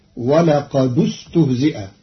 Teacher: قرأ قالون كلمتي ولقد استهزئ بضم الدال وصلا لضم ثالث الفعل فتصير ولقد استهزئ.